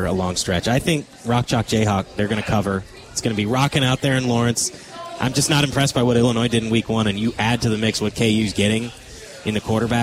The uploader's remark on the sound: live at Monk's in Sun Prairie